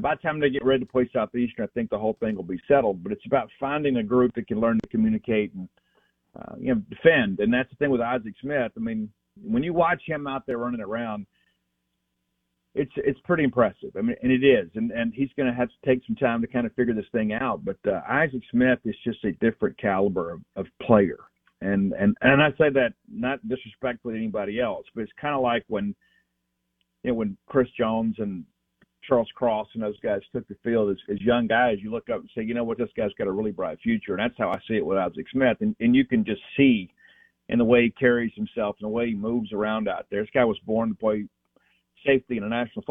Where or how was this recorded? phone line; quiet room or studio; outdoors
phone line